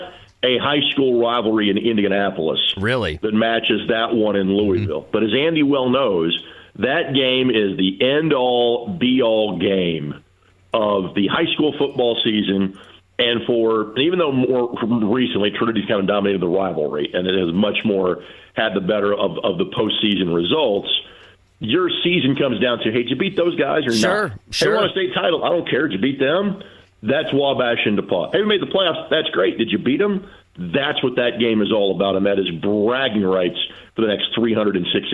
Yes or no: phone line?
yes